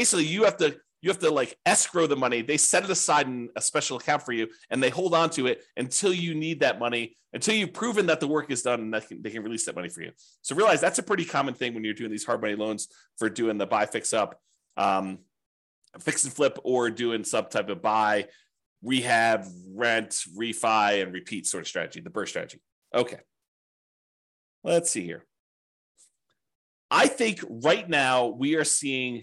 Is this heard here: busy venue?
no